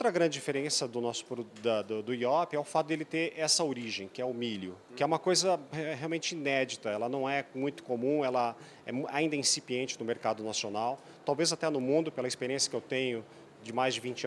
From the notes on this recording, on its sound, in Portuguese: gravada na Agrishow